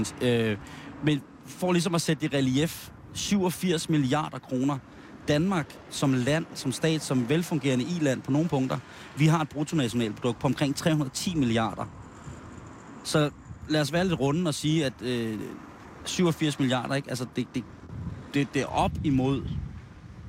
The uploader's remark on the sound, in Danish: sender live udenfor Ørsted Hus